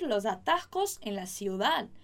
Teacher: o S aspirado para você ter esse contato com esse tipo de pronúncia